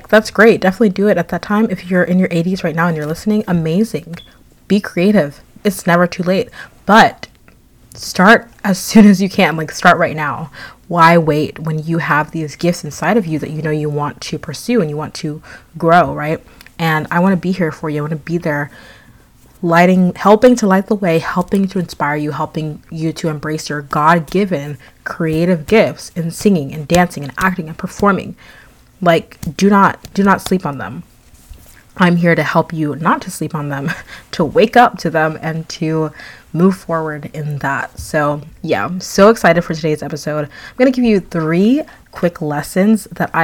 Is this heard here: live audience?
no